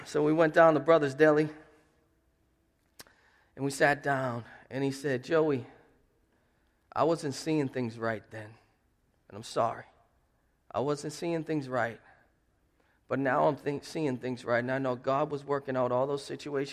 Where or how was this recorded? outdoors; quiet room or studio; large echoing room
large echoing room